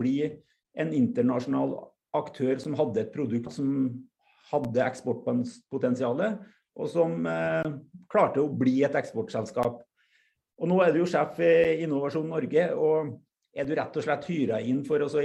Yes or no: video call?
yes